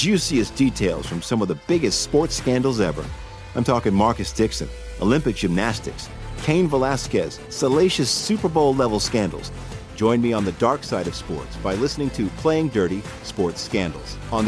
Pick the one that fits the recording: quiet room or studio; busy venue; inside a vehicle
busy venue